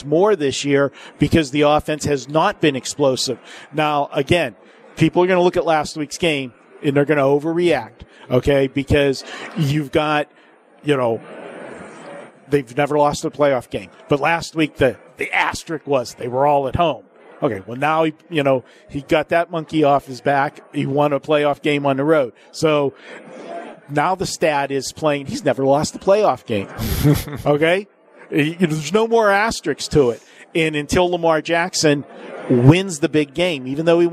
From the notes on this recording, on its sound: Live from the Super Book at Westgate Las Vegas.